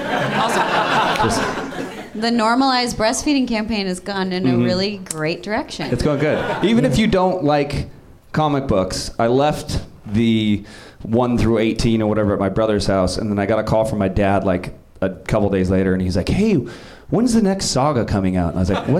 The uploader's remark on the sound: Live from the NerdMelt Showroom in LA